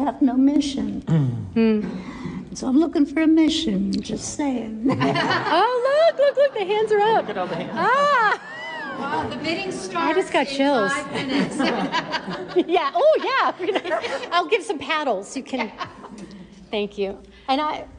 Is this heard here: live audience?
yes